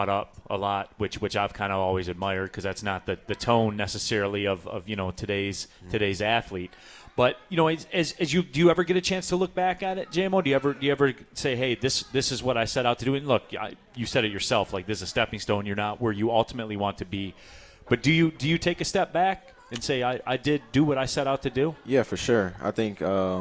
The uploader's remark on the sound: live from RJs Pub in Rochester Hills!